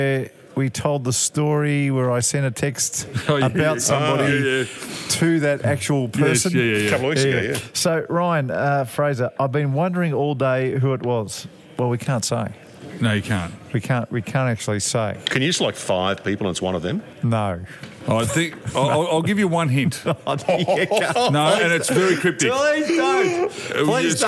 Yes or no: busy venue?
yes